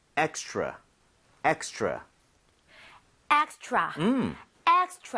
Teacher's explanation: 혀를 제대로 당겨서 하고 있다면 extra처럼 치읓 비슷하게 소리가 날 겁니다